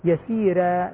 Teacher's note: ترقيق الراء إلى أن قبلها ياء ساكنة